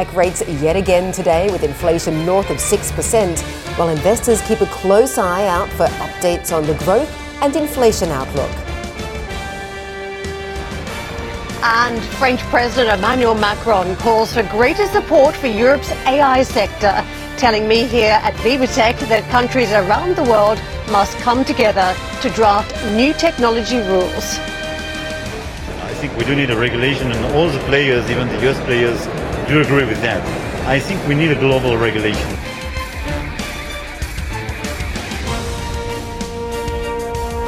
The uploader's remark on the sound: We are live at Vivatech in Paris.